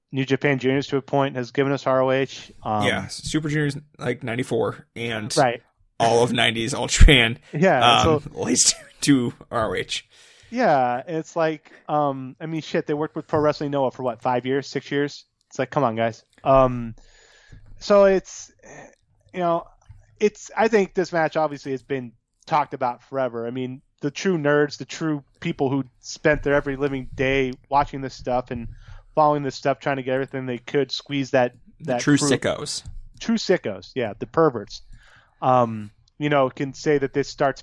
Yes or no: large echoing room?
no